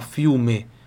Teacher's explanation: Eu termino no E, boca aberta